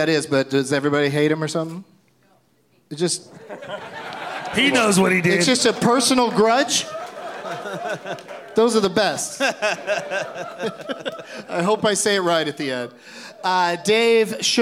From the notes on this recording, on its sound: Live from the Rio Theatre in Vancouver BC